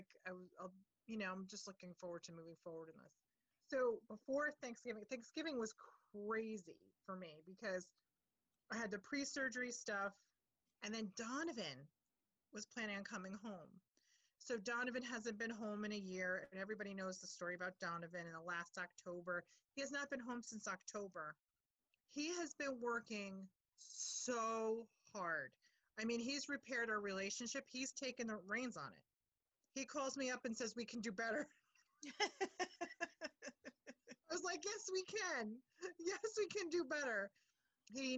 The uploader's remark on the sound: check in over zoom